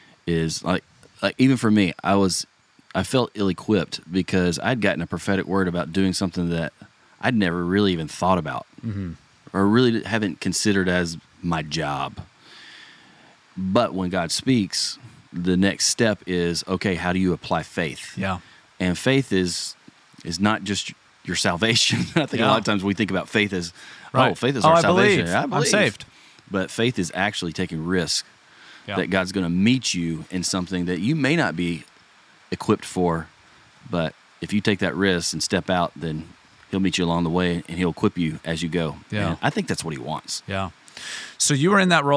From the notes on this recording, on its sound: In the jungle of Talamanca, Costa Rica. We literally recorded the podcast in the middle of the jungle.